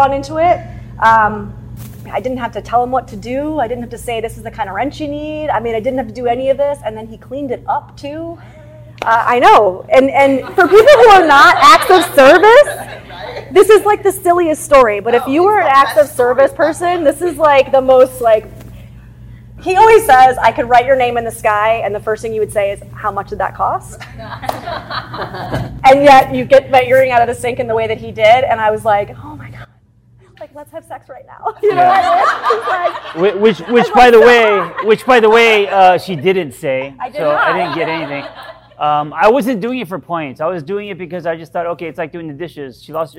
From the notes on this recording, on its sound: Host a live workshop.